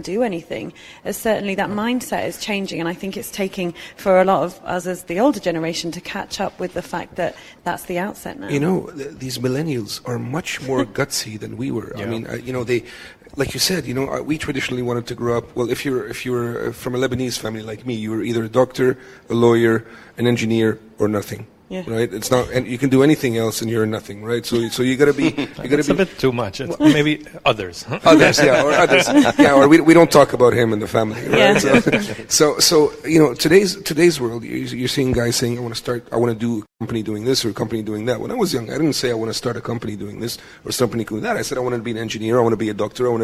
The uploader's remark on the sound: Live on location at the Etisalat Hello Business Hub